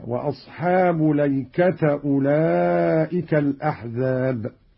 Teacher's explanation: قرأ قالون بفتح اللام والتاء هكذا: وأصحاب ليكة أولئك الأحزاب.